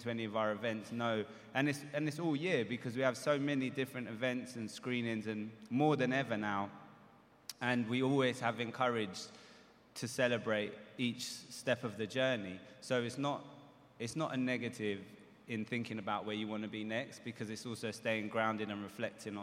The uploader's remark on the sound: SPECIAL EDITION LIVE from The New Voice Awards Amplify. Special edition live recording of The Mainstream Podcast at the TV Foundations New Voice Awards Amplify event.